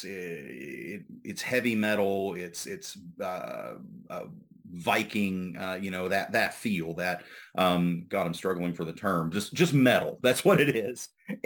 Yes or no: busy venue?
no